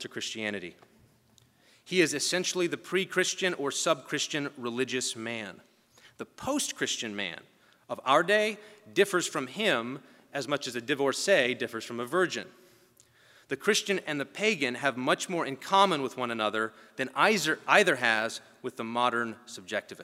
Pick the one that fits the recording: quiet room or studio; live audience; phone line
live audience